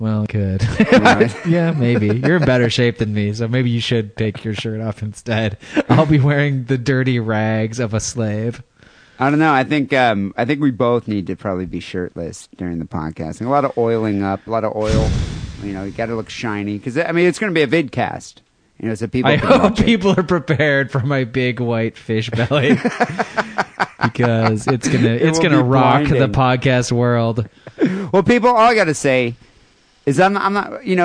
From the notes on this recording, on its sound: Phone calls and listener email.